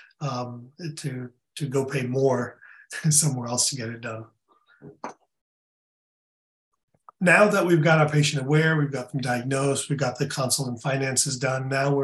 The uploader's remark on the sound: In this webinar recording.